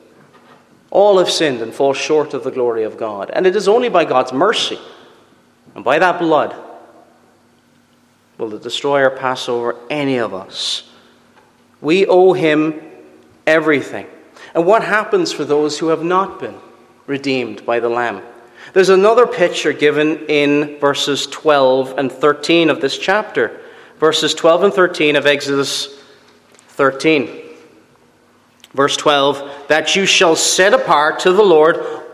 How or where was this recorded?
large echoing room